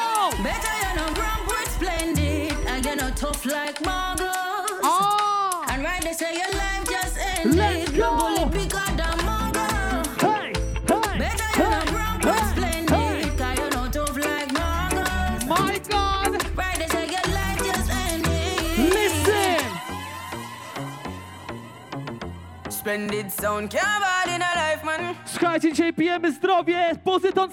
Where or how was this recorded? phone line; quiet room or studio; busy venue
busy venue